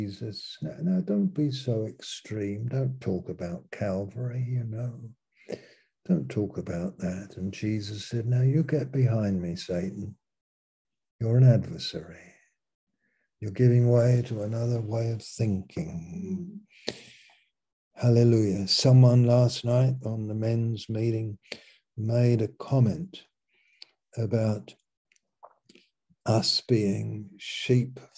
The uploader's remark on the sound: Malaysia Meets (Zoom)